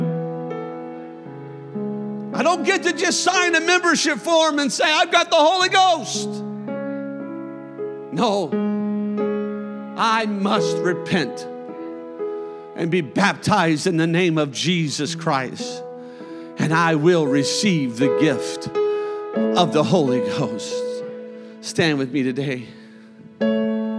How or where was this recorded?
large echoing room